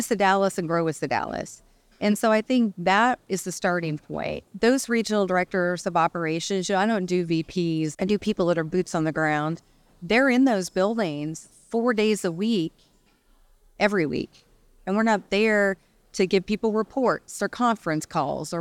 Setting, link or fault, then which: setting, busy venue